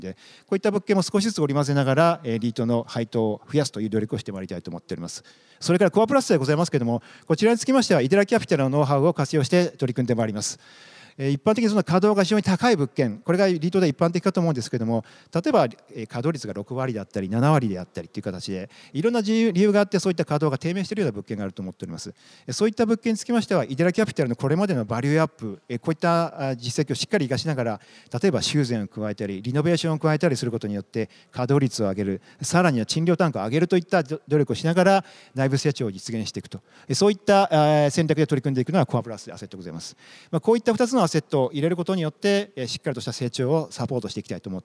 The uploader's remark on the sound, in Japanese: 1月28日に東京証券取引所で開催した「J-REITファン2017」に登壇した「投資法人みらい」のIRセミナーをダイジェスト版でお送りします